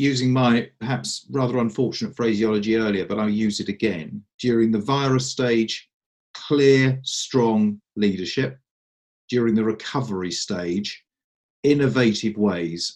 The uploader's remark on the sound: Forgive the audio quality, these episodes are being recorded remotely to keep everyone safe.